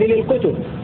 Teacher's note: قرأ حفص وحمزة والكسائي بضم الكاف والتاء بلا ألف على الجمع